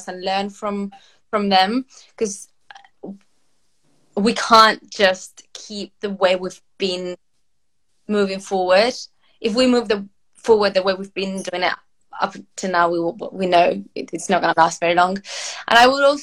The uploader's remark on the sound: This Talk is part of an Instagram Live Series that Napapijri hosted